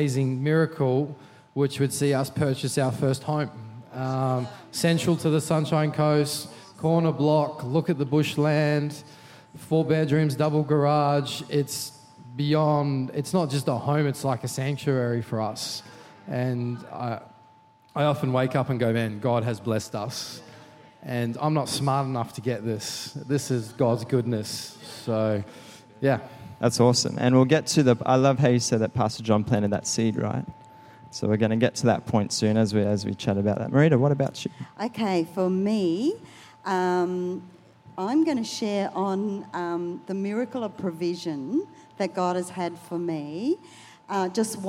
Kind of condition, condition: setting, large echoing room